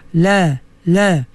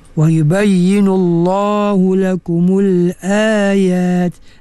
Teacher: lam sebenarnya nipis, lam fathah, la, la. Tapi bila dia duduk pada lafzul jalalah, lafaz Allah, ha? Dia dibaca dengan tebal